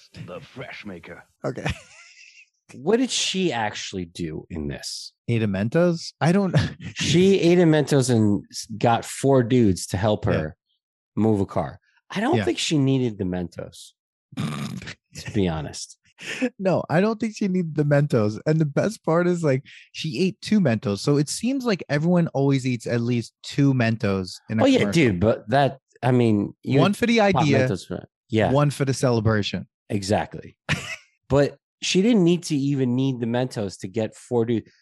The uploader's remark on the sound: This was recorded on April 19th, 2021, on Zoom so there are some small sound di